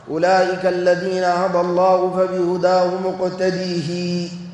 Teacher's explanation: قراءة ابن ذكوان في رواية عن ابن عامر الدمشقي أيضا بإشباع الكسرة